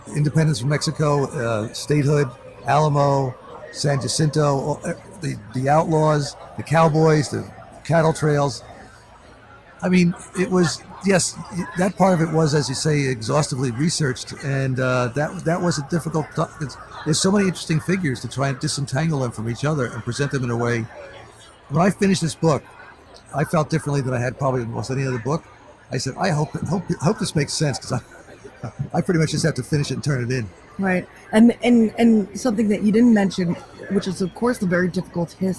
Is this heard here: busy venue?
yes